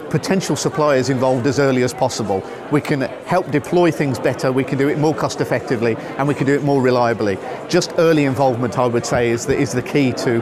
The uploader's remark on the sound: Chatting transport technology at the TTF Conference. As we chat to people at the Transport Technology Forum Annual Conference in Leeds.